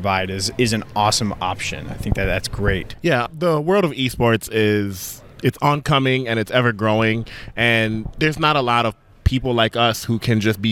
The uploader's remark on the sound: Onsite at the PWR Southbend Conference.